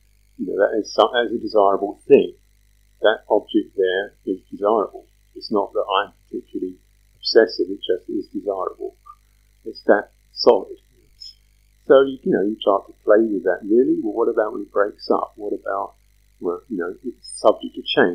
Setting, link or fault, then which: fault, poor sound quality